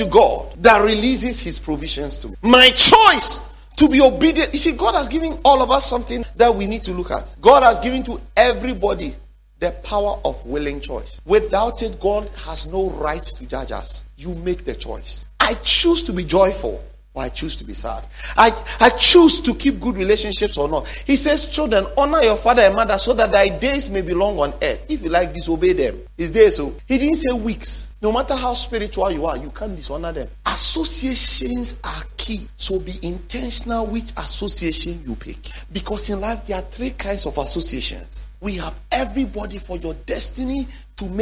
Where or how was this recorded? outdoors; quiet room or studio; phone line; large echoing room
large echoing room